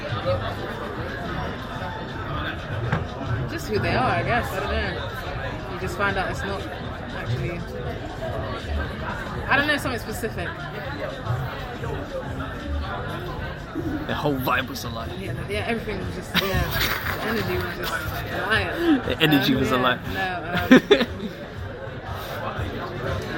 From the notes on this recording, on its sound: BFI Southbank background noise!